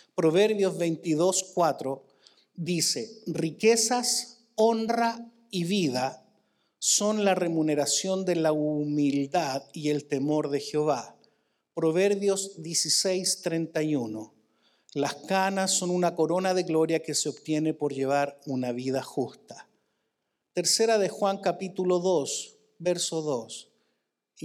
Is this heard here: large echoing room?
yes